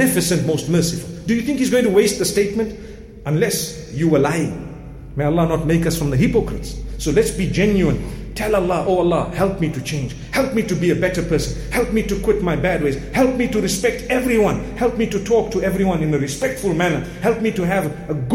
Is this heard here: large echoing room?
yes